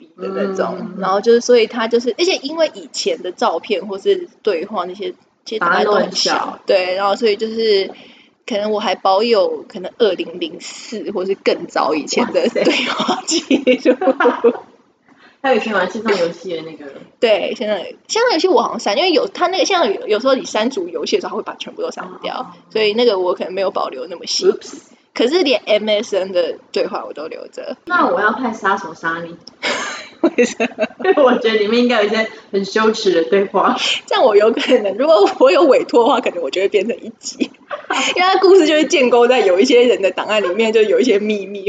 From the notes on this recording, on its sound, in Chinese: 啊不知道是因為太久沒見面錄音所以設定有問題，還是一些冥冥中的因素(?)，錄完要剪的時候才發現音質超爆差。